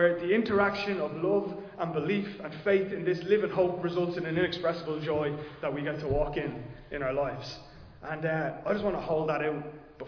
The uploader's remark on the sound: Recorded live in Liberty Church on 16 October 2022